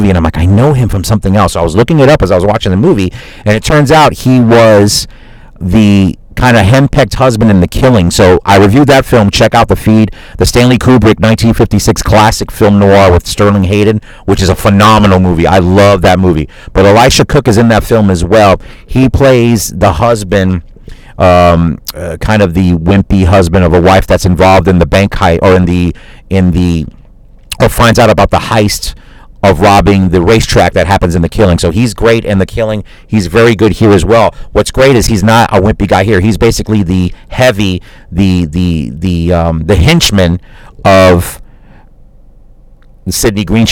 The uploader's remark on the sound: Live from my car.